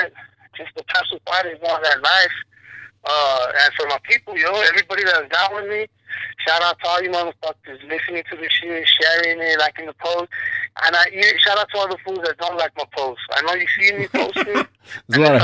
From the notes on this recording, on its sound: Joins me (via ghetto rig speaker phone).